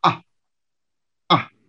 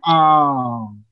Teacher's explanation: a short A would sound like ah, ah, like that. And a long A would go ah, almost like you would sound if the doctor were looking at your throat.